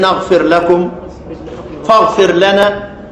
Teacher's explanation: والراء المجزومة تدغم في اللام